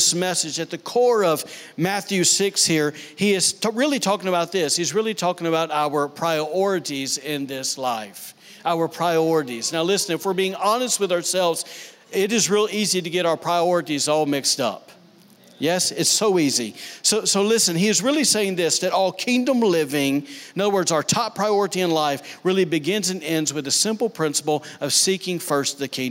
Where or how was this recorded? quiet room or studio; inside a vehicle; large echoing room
large echoing room